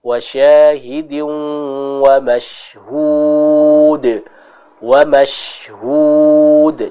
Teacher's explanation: Sifat at-tafasyi, yaitu meleburnya udara di dalam mulut kita dalam pengucapan huruf shin ini.